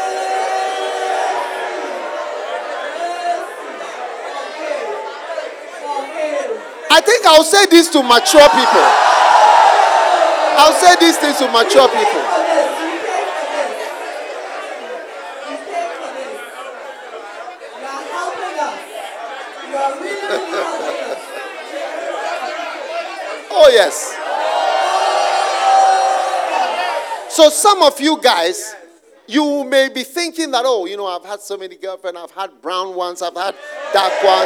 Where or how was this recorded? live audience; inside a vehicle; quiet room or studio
live audience